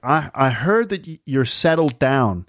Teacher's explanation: she's going settled with a D sound, which is really American · So the R in heard is more pronounced in an American accent.